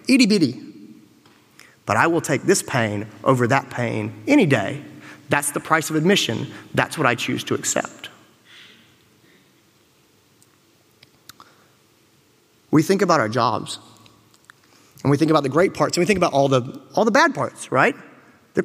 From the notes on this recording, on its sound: Joy and Happiness in Vet Med is an excerpt from a keynote lecture by Dr.